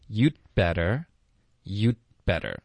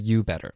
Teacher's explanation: You 结尾要有一个干脆停顿，舌头顶上颚，导致这个停顿。 · Shown in: first take · Term: 干脆的停顿